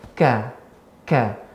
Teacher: pangkal lidah bagian belakang bertemu dengan langit keras awal langit antara langit lunak dan langit keras k k makronya berbeda ya namun berdekah berdekatan seperti itu.